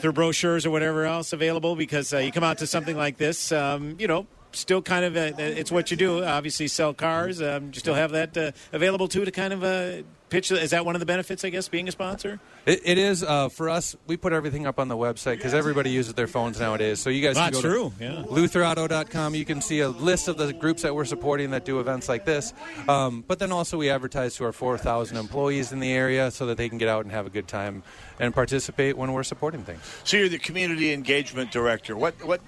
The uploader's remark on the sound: Live From Holes For Heroes